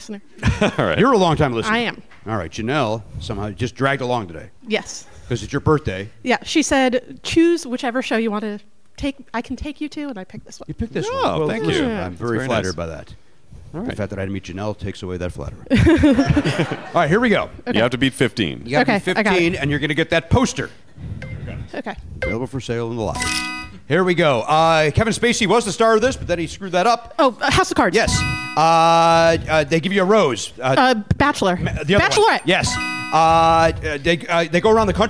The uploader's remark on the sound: Recorded at the Gateway Theatre as part of SF Sketchfest on January 12, 2019.